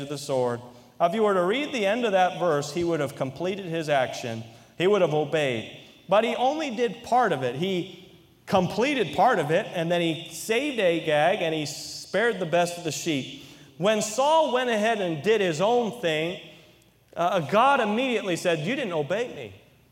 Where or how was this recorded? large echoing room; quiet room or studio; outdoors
large echoing room